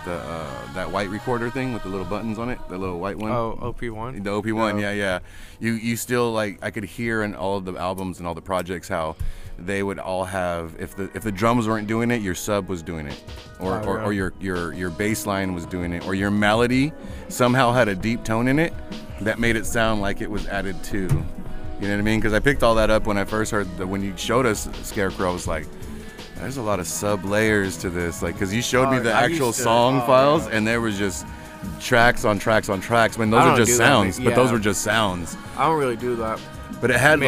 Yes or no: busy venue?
yes